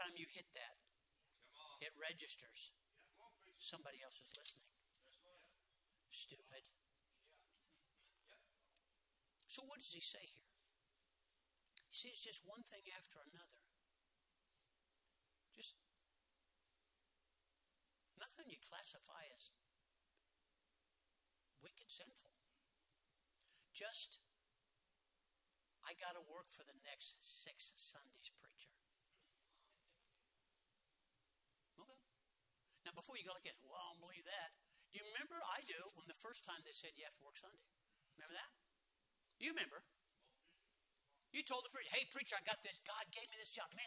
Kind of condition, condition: setting, large echoing room